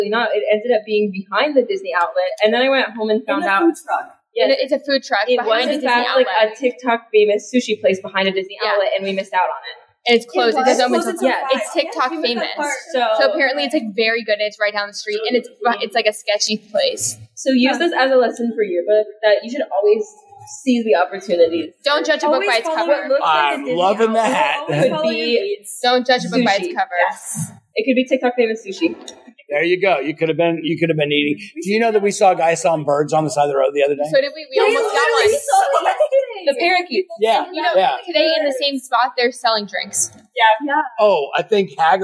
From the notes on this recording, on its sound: Taped live from Elite Weekend in Orlando.